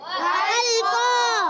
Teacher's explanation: قاف پر کھڑا زبر ہے، ایک الف کھینچنا ہے، قاف حروف مستعلیہ میں سے موٹے حروف میں سے موٹا بھی کرنا ہے اور اس کا الف بھی موٹا رہے گا